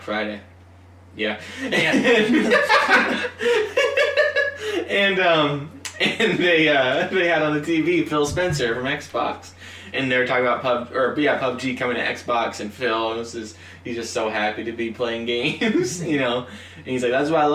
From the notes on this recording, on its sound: A special, in-person episode. Accidentally has the microphone backwards.